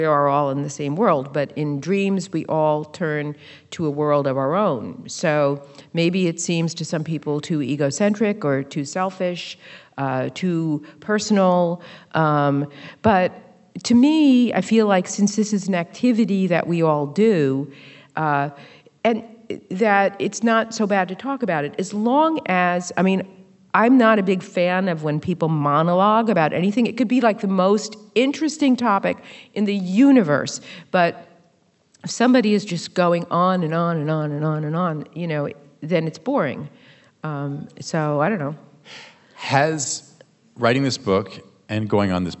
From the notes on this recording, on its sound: at the 2023 Portland Book Festival